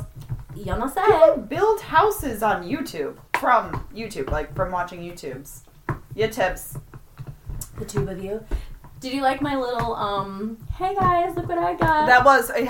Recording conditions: background noise